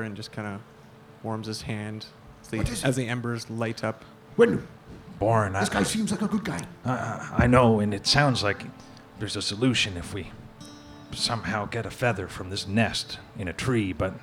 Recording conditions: busy venue